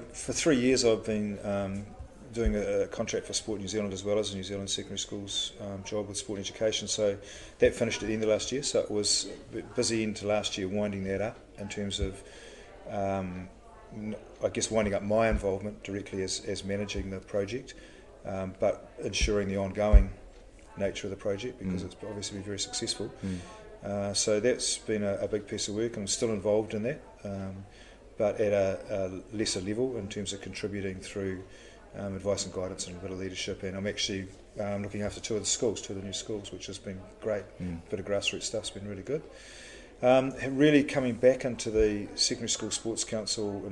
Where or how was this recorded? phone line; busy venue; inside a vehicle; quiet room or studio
busy venue